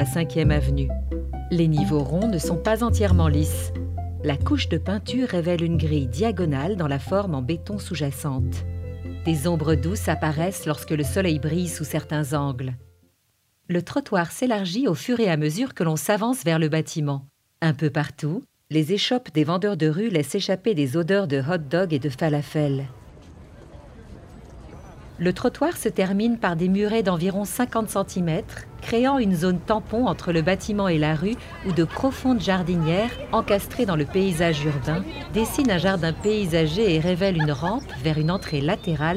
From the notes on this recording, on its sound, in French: En marchant vers le nord de la 5e Avenue, on passe le long de bâtiments new-yorkais rectangulaires de dix étages ou plus. La circulation est intense [car horns and traffic sounds]. Central Park est sur notre gauche [bird calls and people talking]. Light music with xylophone begins. Distant city sounds.